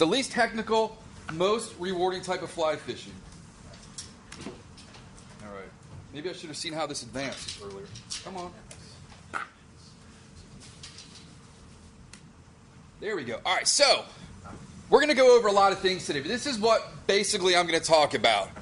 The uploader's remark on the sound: Gave a presentation at the Orvis store in Tysons, Virginia. This is the audio from the presentation.